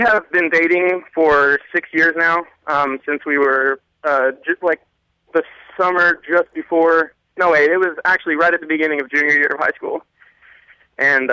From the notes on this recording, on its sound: The return of the Fan Phone Call segment.